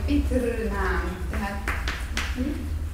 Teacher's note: ez a hosszú változata a rövid rünek · Term: hosszú r